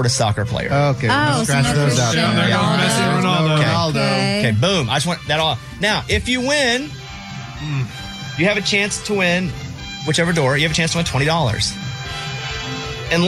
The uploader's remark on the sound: a former inmate called